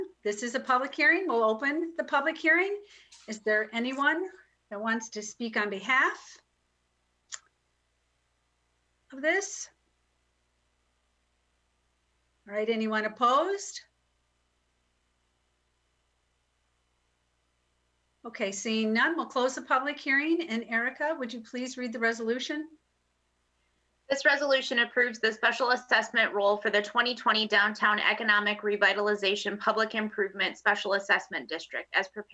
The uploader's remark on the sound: This is a regular meeting of the Midland City Council. This was an online Zoom webinar brought to you the MCTV Network and the City of Midland.